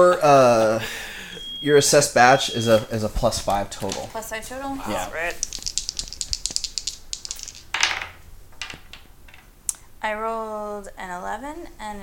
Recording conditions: sounds in the background